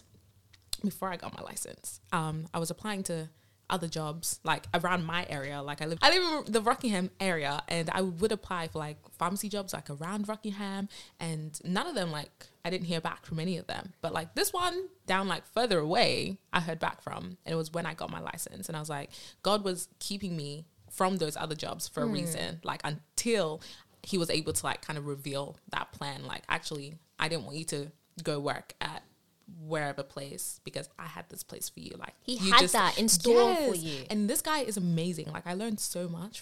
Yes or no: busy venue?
no